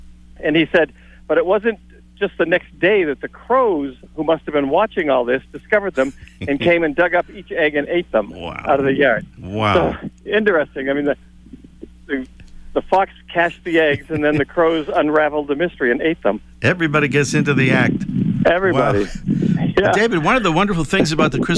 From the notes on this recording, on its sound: a live report from a Christmas Bird Count